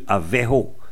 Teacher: Et aveso, dans certains coins, est devenu avejo. Notamment, certaines régions du Léon, on dit avejo.